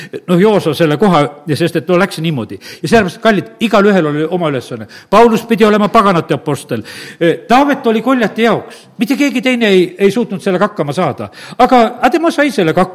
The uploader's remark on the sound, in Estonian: Audio salvestus koosolekult